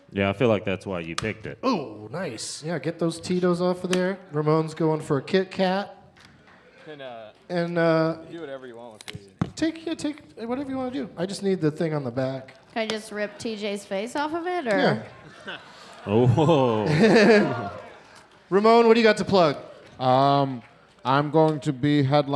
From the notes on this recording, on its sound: Live from Hilarities in Cleveland